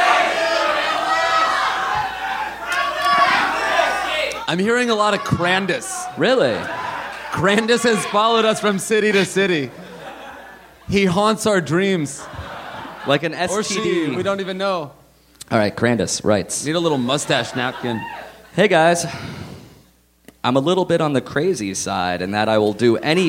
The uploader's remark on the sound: Live from Montreal!